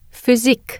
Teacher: In German, it is pronounced as a long or short Ü.